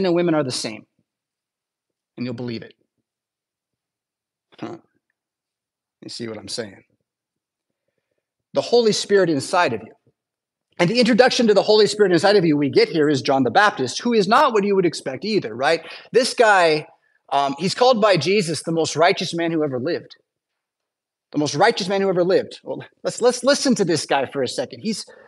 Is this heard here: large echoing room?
yes